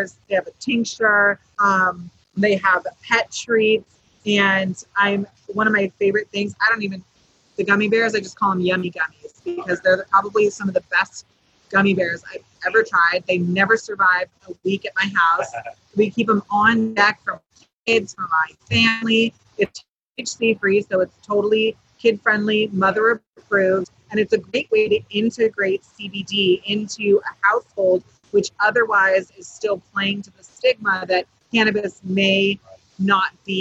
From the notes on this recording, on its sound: live from MJBizCon 2019 in Las Vegas, Nevada